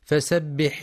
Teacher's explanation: كما يراعى إعطاء حرف السين صفة الصفير والرخاوة في فسبح